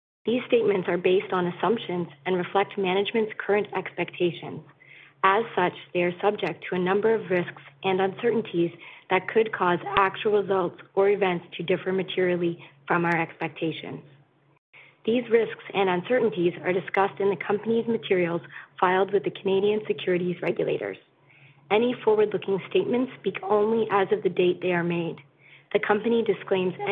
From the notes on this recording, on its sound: First quarter 2021 earnings call for George Weston Limited.